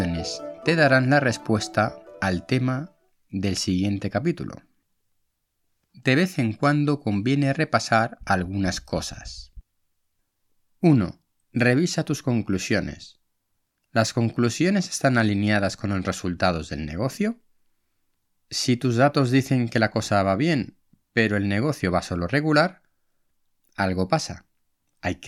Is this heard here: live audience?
no